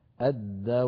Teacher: الدواب عند الوقف عليها فالباء مشددة مقلقلة، الألف ساكنة والباء ساكنة مقلقلة الدواب.